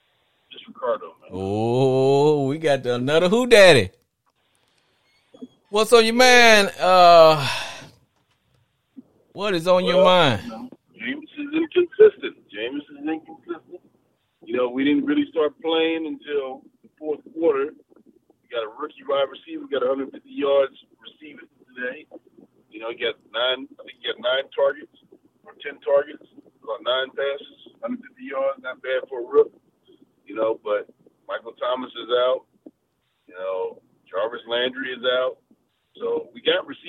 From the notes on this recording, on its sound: Is a one hour live streaming Sports Entertainment Podcast where callers get up to 2 minutes to blow off steam. On this week's show callers call.